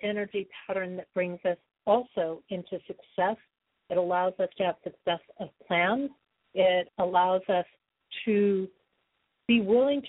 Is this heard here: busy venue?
no